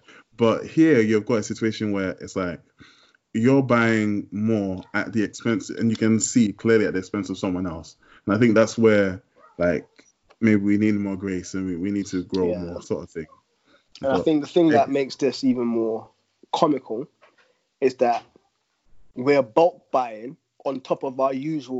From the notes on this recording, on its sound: The Furnace burns bright from our individual homes via Skype. We also maintained social distancing and came together only virtually to bring you another fund conversation.